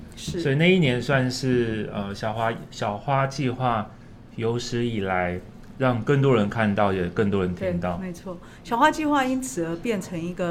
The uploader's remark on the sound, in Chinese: 本集節目在「Sidoli Radio小島裡」現場錄製，並共同播出。